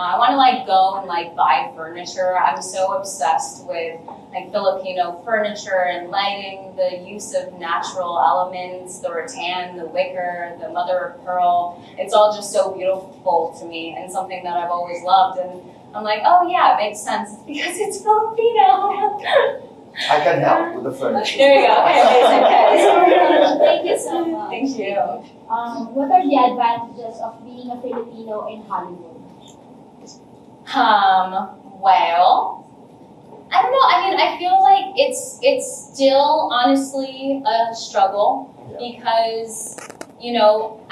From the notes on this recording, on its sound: Manila press conference